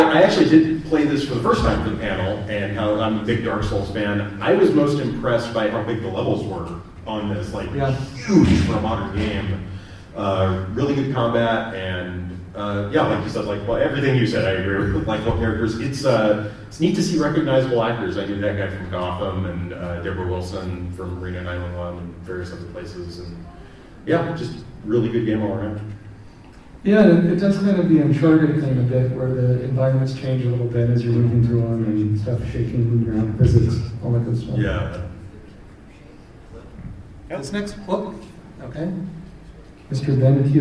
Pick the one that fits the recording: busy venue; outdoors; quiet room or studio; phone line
busy venue